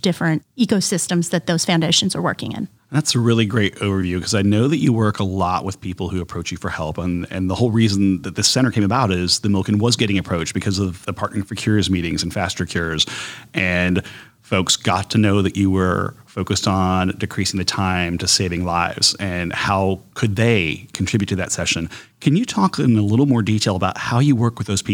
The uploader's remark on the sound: This episode was recorded at BIO on the BAYOU, the annual symposium in New Orleans showcasing academic science, biotech, and startups from the entire Gulf South region.